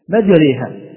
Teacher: الألف الممالة في نحو كلمة مجريها، وهي في قراءة حفص مجريها، نحن نقول هذه الألف بين الألف والياء